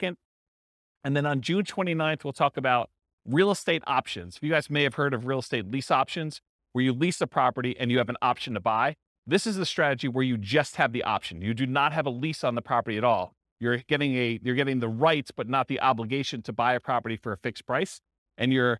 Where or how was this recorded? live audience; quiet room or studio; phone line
live audience